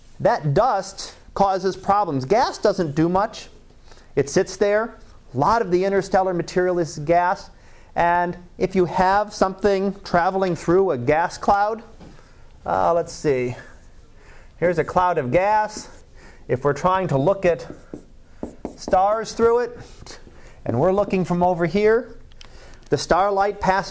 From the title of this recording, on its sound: Live Class Lecture